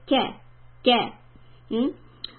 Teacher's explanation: the middle part of the tongue goes up when I say ke.